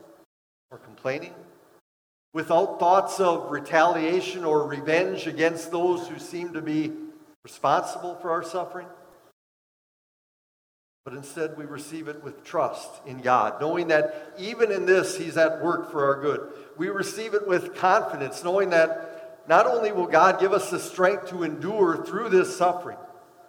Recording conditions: large echoing room